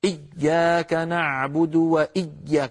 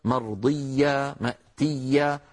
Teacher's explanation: إيا التشديد شيء والشدة شيء آخر، التشديد هو أن يكون الحرف مضاعفة، أما الشدة هي انحباس الصوت، فالياء لا ينحبس صوتها بل تكون مضاعفة · Shown in: second take · إيا وصوت فيها شدة، فيها شدة وليس فيها شدة، فصوتها مستمر لا انقطاع فيه. · Term: حرف رخو